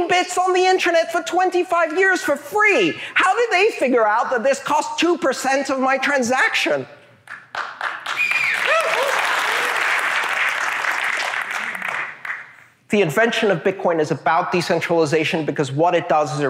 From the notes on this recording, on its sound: This talk took place on November 10th 2018 as part of the 'Internet of Money' tour at the Edmonds Center for the Arts near Seattle, Washington.